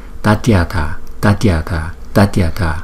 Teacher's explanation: chữ A có dấu gạch ngang trên đầu thì chúng ta đọc kéo dài 2 nhịp. So với chữ A bình thường, chúng ta chỉ kéo dài 1 nhịp mà thôi.